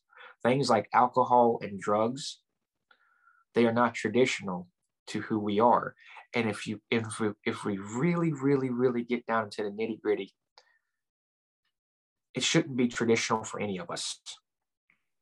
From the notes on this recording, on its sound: Recorded 12.22.2021 from Raleigh, NC & Lumberton, NC on Zoom